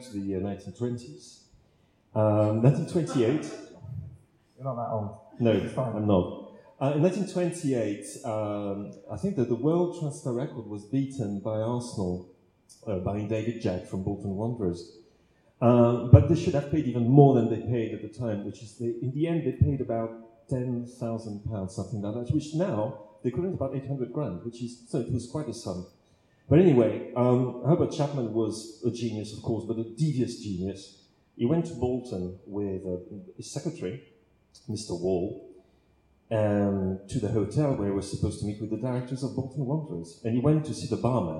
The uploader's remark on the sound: The Blizzard Live At The National Football Museum (1st Half). Live Q&A event held at the National Football Museum as part of the Manchester Football Writing Festival. Apologies for the poor sound quality - we were unable to take a direct feed from the microphones and so had to bodge a compromise.